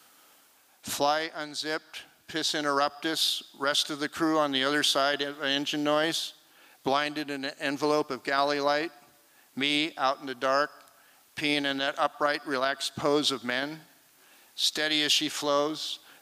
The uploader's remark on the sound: This recording was made on Saturday, February 25th, 2023, at the Liberty Theatre in Astoria, OR as part of the FisherPoetry Archive Project.